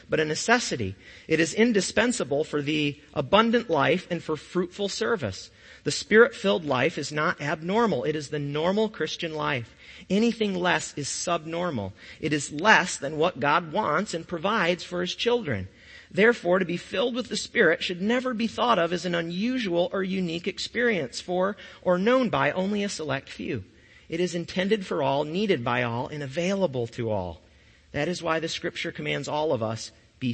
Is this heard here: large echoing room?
yes